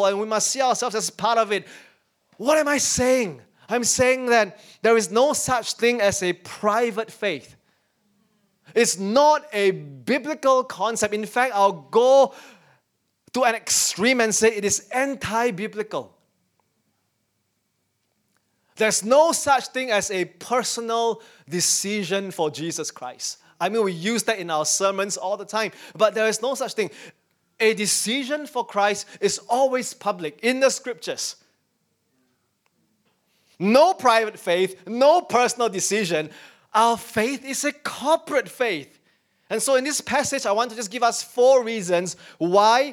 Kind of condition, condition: setting, large echoing room